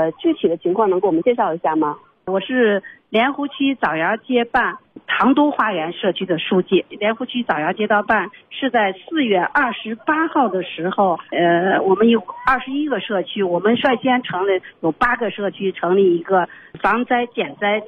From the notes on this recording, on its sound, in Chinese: 应急插播--连线采访。